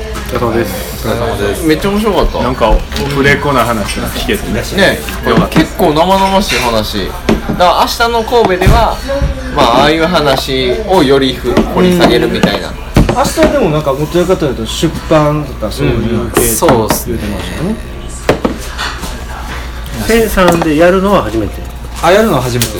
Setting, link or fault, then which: setting, busy venue